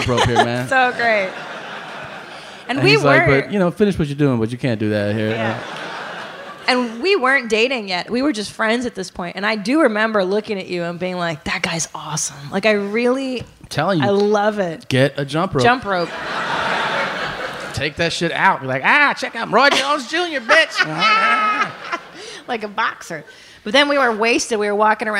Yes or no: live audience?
yes